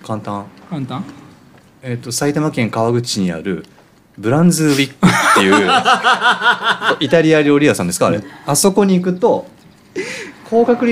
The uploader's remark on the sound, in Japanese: 公開収録。10月に行われたセンキヤセカンドストリート（フリマ）の会場でわたおじ生収録！